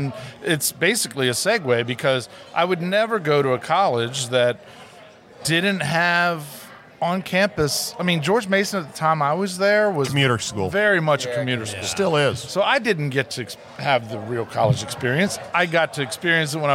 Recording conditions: busy venue